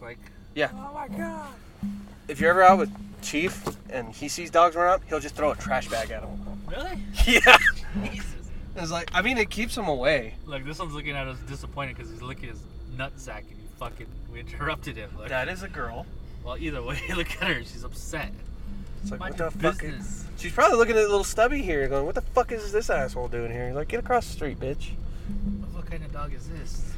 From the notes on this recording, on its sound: We're in a Truck. This week we decided to try and drive and record at the same time. We receive phone calls and lose track of what were talking about.